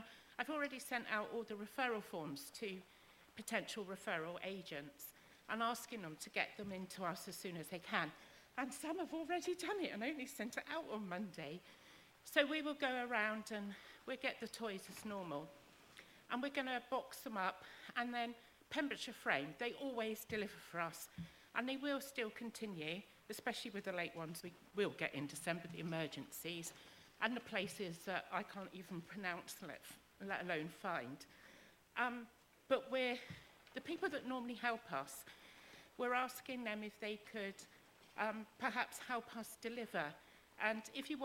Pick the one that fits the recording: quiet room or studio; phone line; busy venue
busy venue